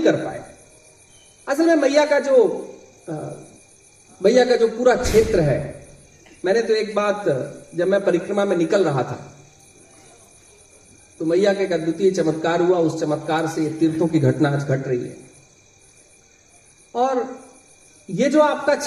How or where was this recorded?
outdoors